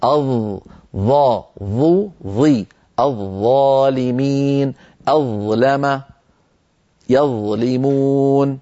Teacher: الظاء من طرف اللسان مع أطراف الأسنان العليا الأمامية